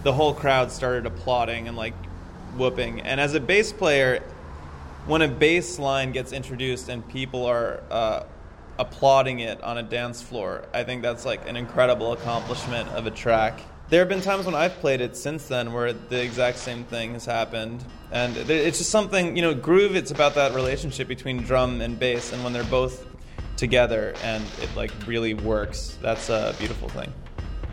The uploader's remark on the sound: The Biltmore was too loud and outside was too rainy, so we ended up standing in the doorway at the top of a long set of stairs that ended at rush hour Kingsway--this is why you can hear both traffic and the echoes from the long hallway while we chat.